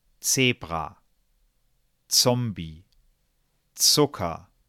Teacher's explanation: Der einzige Konsonant, der sich hier durch einen Zischlaut hervorhebt, ist das Z. Die anderen beiden klingen relativ gleich.